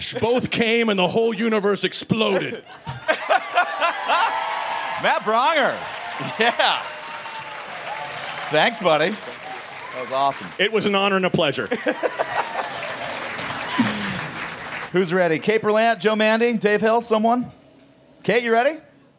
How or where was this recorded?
busy venue